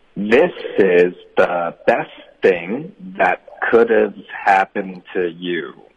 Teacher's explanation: could have 的 v 到 a 的时候呢，如果你连发 could have，其实它本身就是带了一点 H 的音。很多的学生会觉得没有，可是其实有，因为 H 就只是送气，所以就是这就是为什么很多学生会觉得我没有听到 H。然后一个比如美国人会觉得很清楚啊，这可能是因为我们对 H 的概念是不一样的。大家一定要就是注意，它只是叹气或者送气的声音而已。然后经常在句子中，因为你已经在送气发别的音，这个 H 的音就根本听不见了。这也是我们以前讲过的嘛，叫 Hsilencing、是。那那个情况下呢，它就是比较明显的，就是根本没有发 H 的这意思、那在这儿呢，这个 H 的音也不能说是省略，实际上说的时候可能就听不见了，但是那口气呢还得要，还在，音不在了，气还在，因为它已经成为了一个送气音。大家之后通过这个句子练习一下 H 在送气的表现是什么。来请老师示范一下。 This is the best thing that could have happened